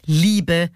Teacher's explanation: Also zum Beispiel beim Wort Liebe. Be ist unbetont, Li ist betont, klassischer Trocheus, Liebe. Das Versmaß erzeugt damit eine energetische und markante Geschichte, auch so einen markanten Rhythmus.